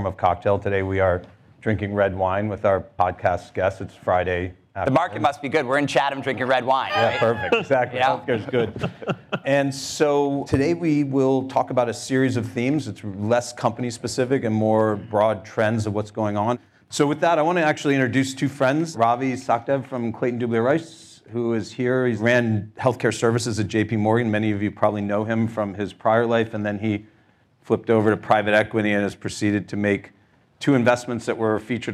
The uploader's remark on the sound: Live at Leerink. Gather healthcare leaders for news roundup at the 2017 Leerink Healthcare IT conference in Chatham, Massachusetts.